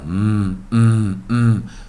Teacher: 嘴巴闭合发出嗯的音哦 · Term: 鼻音